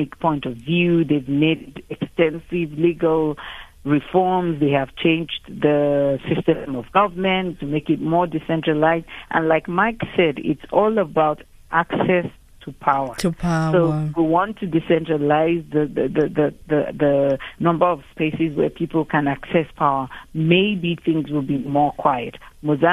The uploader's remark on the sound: GUEST (phone)